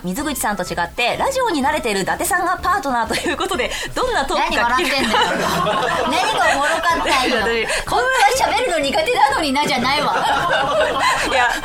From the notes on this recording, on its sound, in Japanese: 公開収録後半の部をお届けします！